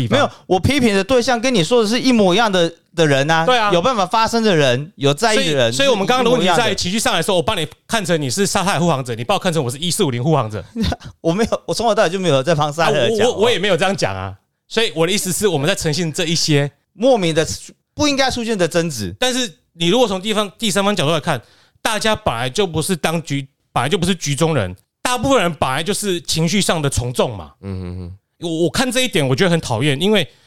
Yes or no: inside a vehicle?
no